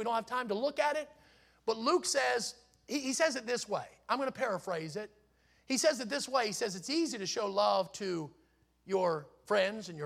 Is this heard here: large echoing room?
yes